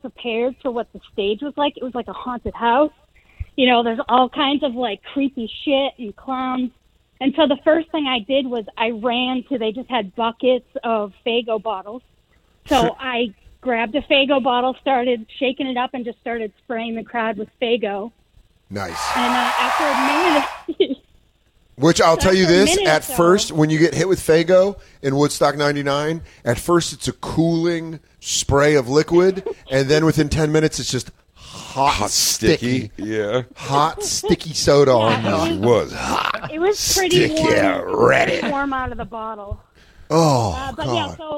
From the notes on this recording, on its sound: The guys take callers who were at the infamous festival.